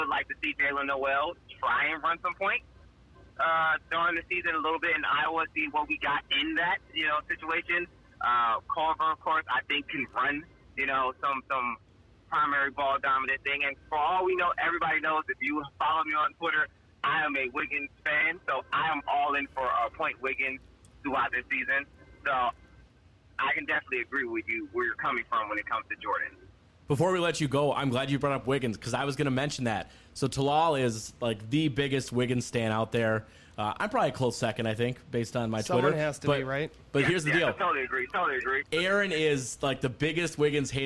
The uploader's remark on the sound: We host a call in segment